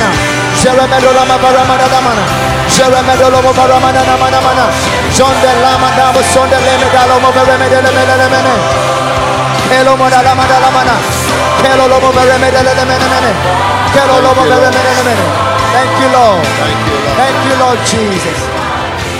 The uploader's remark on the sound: Preached at the FLOW Service, Accra.